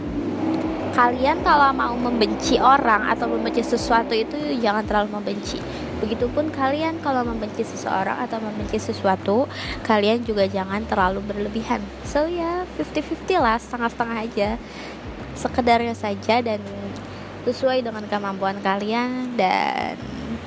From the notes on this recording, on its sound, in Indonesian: sorry banget banget sound nya bnr bnr berisik banget